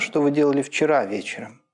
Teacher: «вчера» и «вечером» можно перетащить ударение на слово «вчера» · Term: логическое